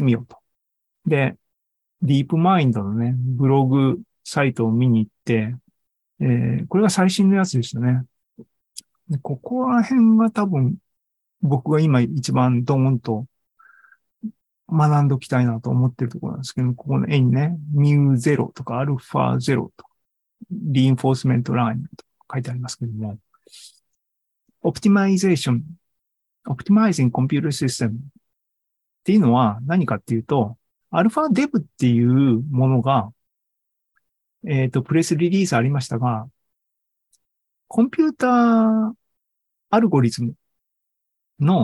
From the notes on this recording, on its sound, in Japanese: ２０２３年６月２４日に開催した ZOOMライブの模様です。